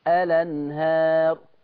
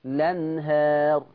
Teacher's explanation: يبدأ بالهمزه اقول الانهار، او اشيل الهمزه وابدا باللام